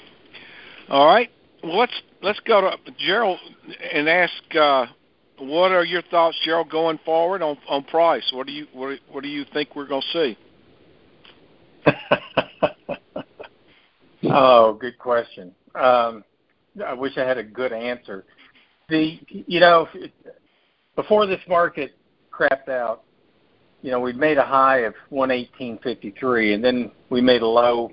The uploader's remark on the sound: November 2022 Monthly Conference Call On Cotton.